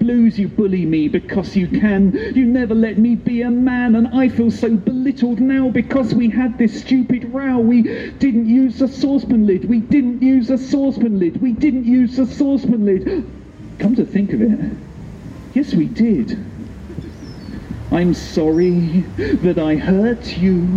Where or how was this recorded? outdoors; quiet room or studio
outdoors